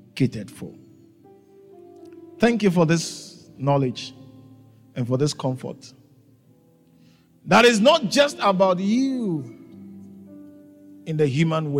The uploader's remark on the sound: preached at the Living Waters Cathedral